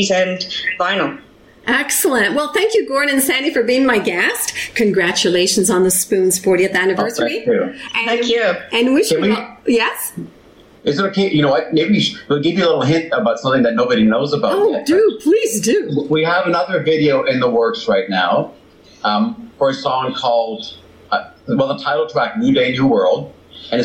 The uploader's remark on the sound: via ZOOM